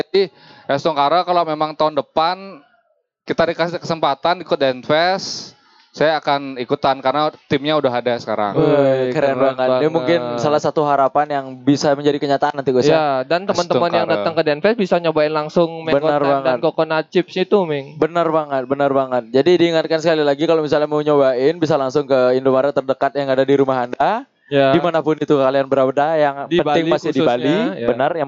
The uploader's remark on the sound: Live at Creator Corner by HIPMI Denpasar